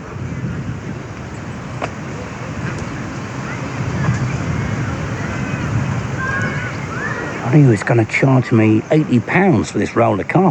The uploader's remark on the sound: Here’s a little audio blog from The Regent’s Park in London, in which I get accosted by a saucy duck.